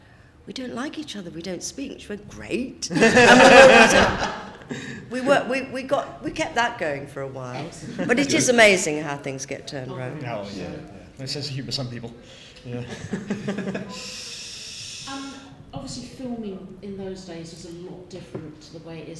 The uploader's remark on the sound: We have our third and final interview recorded at the Whooverville 9 convention in September.